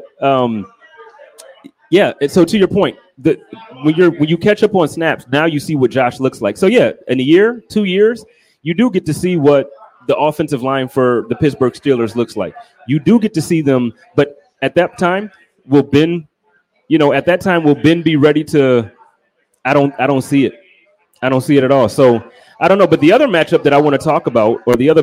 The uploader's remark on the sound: HUMP DAY HOTLINE | LIVE AT O'NEILL'S. The Guys are out and about all around Buffalo including do a LIVE broadcast from O'Neill's Stadium Inn right across from Highmark Stadium.